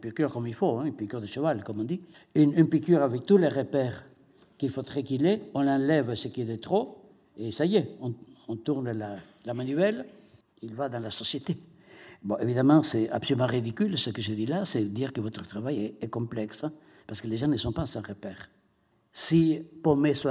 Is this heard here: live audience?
yes